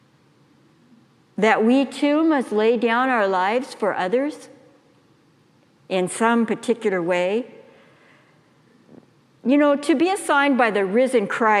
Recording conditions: large echoing room